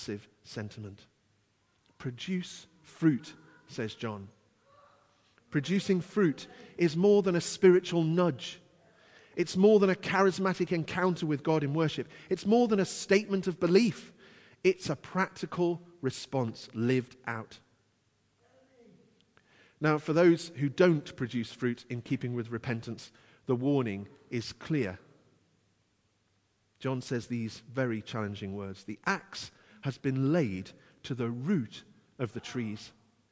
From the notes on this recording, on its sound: Christ Church, Bayston Hill (UK)